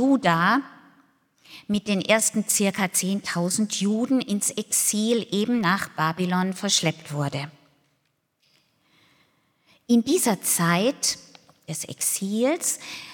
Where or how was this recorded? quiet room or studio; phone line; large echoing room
large echoing room